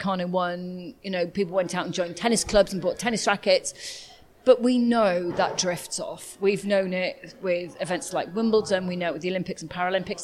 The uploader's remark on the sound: This is a special episode of the podcast, hearing from the main influencers, speakers and guests at the first ukactive conference in two years.